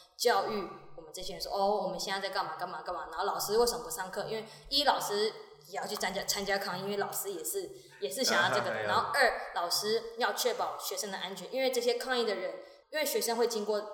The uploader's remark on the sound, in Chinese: 本集收音不佳，有些回音，請見諒！